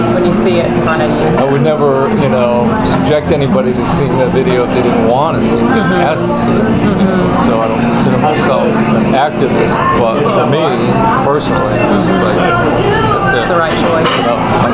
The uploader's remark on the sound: Triangle Vegetarian Society hosts the country's largest vegetarian Thanksgiving. Captured an audio montage of the event, such as feedback from some of the 525 attendees (from more than 42 cities and 7 states) in one extended seating. The beginning of the raffle of 129 items worth a total of more than $4500.